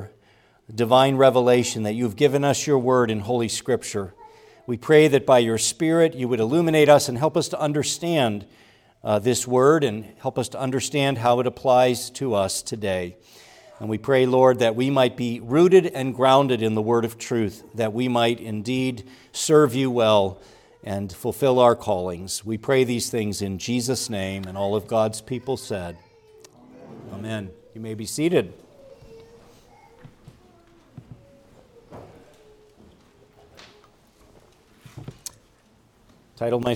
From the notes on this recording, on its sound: preached at Grace Orthodox Presbyterian Church in Sewickley, PA, during the evening Worship Service on Sunday, February 4, 2024.